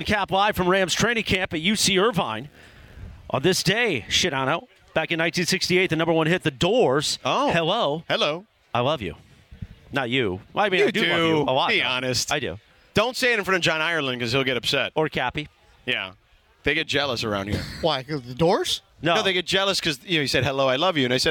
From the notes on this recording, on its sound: live from Rams Training Camp at UC Irvine!